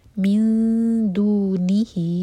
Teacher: اخفا کریں گے دال کے لیے، نون کے مخرج کو ٹچ نہیں کریں گے اور 2 سیکنڈس کا ٹائم دیں گے